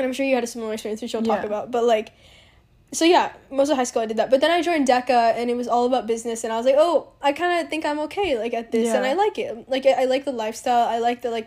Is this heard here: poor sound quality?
no